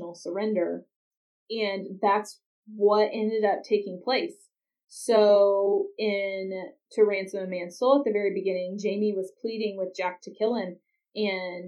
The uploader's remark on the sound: Sorry for the poor sound quality this week. IT issues were involved.